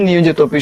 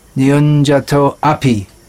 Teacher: और कभी कभी कुछ भक्त ऐसे कहते नियोजितो अपि, तो यहाँ पर संस्कृत व्याकरण के नियम अनुसार जो एक वहां पर यद्यपि अपि ये शब्द है किंतु अ का वहां पे लोप हो चुका है · Shown in: first take